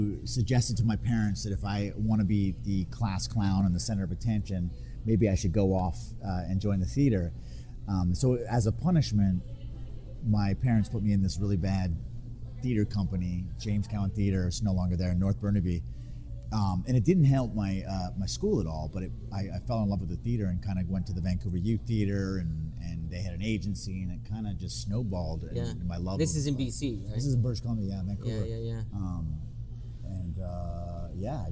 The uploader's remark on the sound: Now most listeners of the show will be aware that our guests are generally joining us remotely. At a later date we recorded our talk in a restaurant so you will hear a bit more background than usual.